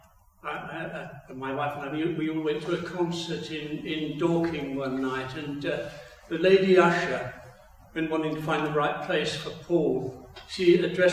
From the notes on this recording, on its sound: Recorded Live stream 10am 'Learning for Life' from Binscombe Church (BWS) 10th December 2023